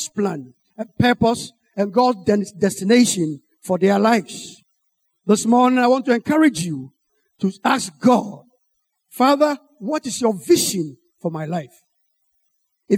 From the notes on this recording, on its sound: Sermon preached at CBC Adabraka Campus